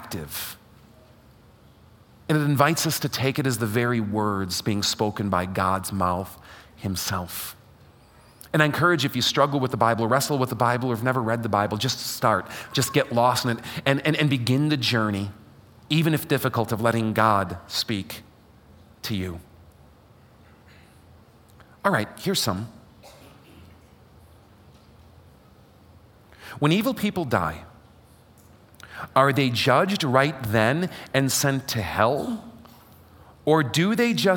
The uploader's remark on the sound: LIVE during Fellowship of Faith's Sunday morning worship service